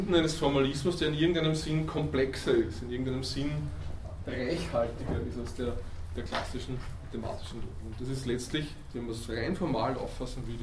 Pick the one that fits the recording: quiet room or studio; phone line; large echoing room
large echoing room